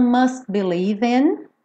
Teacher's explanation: Aqui o T do must também deu uma sumidinha, porque eu já estava fechando a boca para o B do believe.